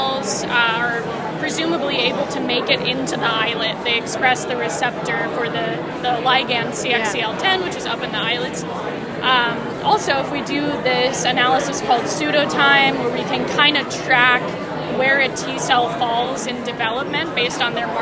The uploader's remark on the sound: recorded during Day 3 of the nPOD 2024 scientific meeting poster session